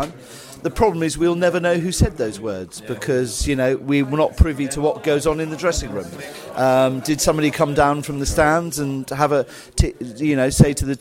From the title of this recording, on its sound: post-match podcast from the pub